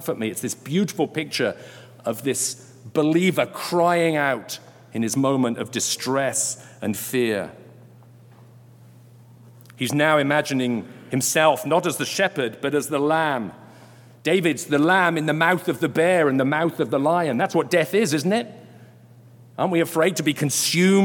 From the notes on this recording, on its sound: Delivered during Sunday Worship on July 24, 2022.